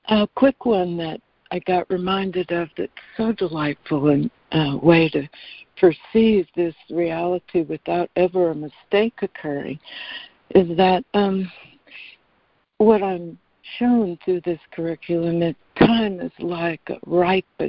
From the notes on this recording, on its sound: ACIM Daily Conference Call